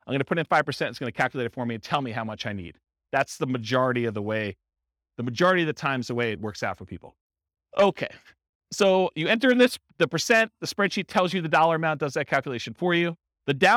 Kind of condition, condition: setting, live audience